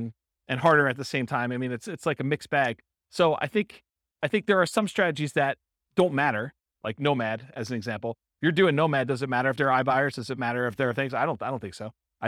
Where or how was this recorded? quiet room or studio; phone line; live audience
live audience